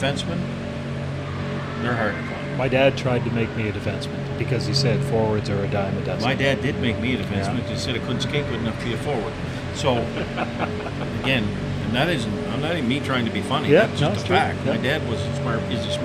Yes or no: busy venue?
yes